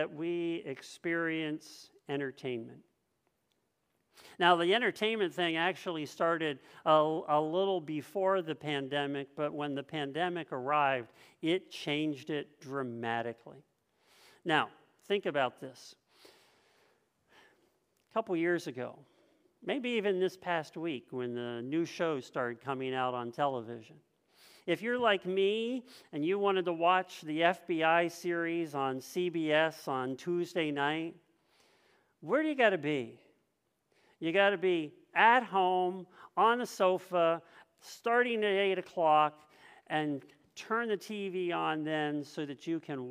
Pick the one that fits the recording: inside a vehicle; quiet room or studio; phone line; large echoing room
large echoing room